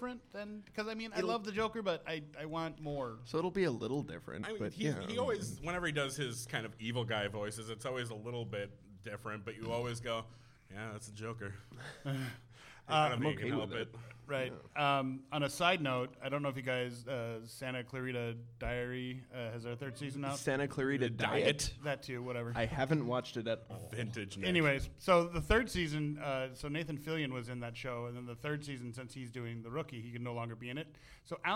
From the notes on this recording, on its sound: Here is the recording from B3E's live broadcast from DIE LAUGHING 6, hosted by Fearless Comedy Productions. It was 730 in the morning and we were drinking large Irish coffees.